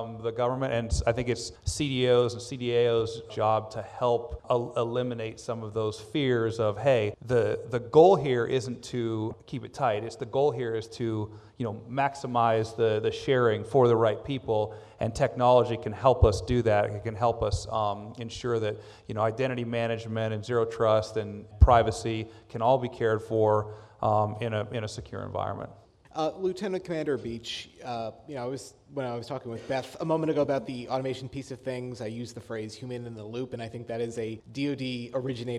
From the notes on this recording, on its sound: On this episode, we present a Federal News Network-moderated panel of agency chief data officers at ATARC’s GITEC Summit in Annapolis, Maryland.